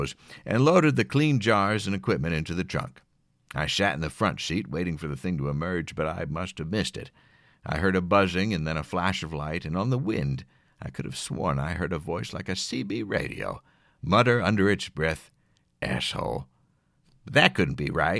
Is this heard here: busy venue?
no